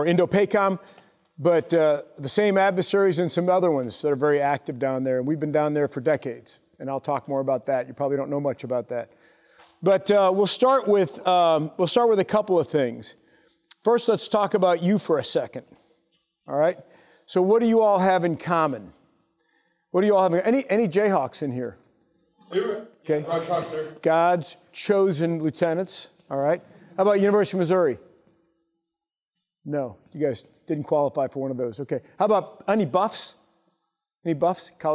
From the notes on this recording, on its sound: Taped during a leadership mentor session to a company of graduating Lieutenants at The Basic School (TBS). The new Lieutenants in the audience.